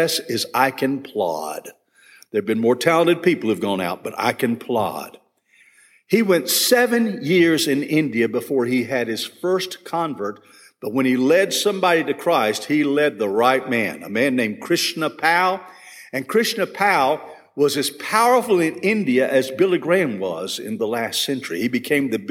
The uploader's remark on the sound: This session was recorded at First Baptist Church Hendersonville, NC on June 8, 2022.